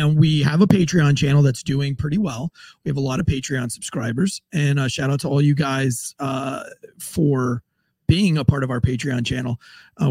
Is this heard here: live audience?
no